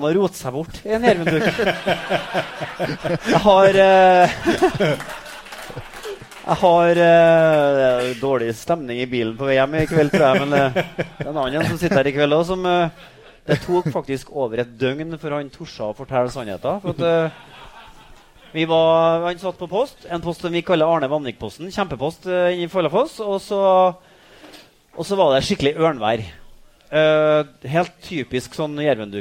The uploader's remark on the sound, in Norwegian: Jegerpodden LIVE Steinkjer. Her kommer Jegerpodden Live fra Steinkjer.